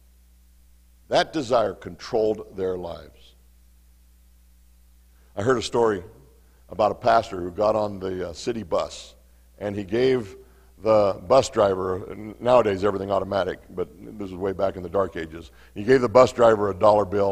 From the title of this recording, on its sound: Mt. Zion Church Live!